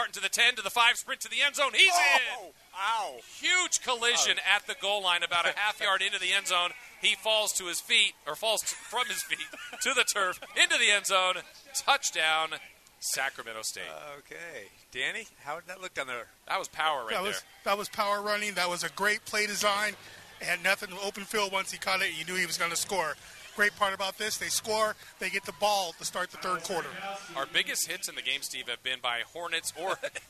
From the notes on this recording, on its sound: we caught up with him at the half